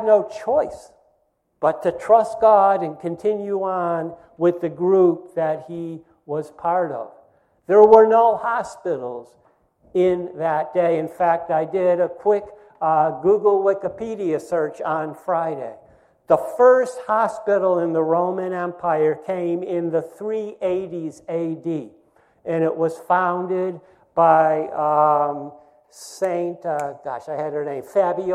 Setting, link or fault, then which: setting, large echoing room